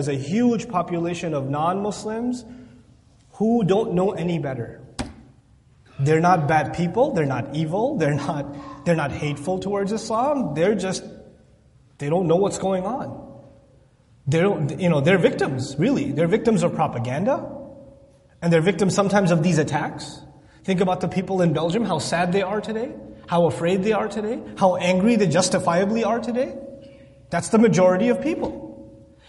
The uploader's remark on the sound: This Khutbah was recorded on March 25th, 2016 at the Islamic Center of Southlake.